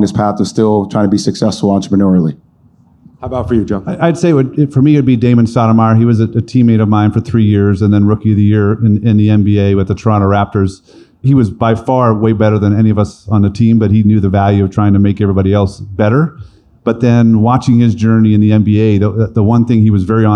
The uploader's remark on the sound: Live from the Future Proof Wealth Festival